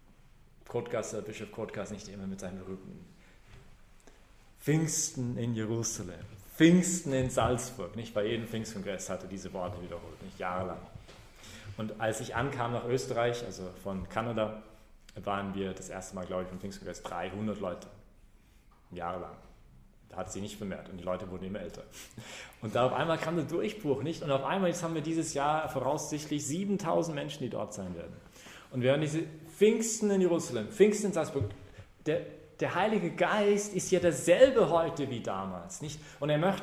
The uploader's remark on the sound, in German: Predigt bei der BeFree Messe am 17-5-2015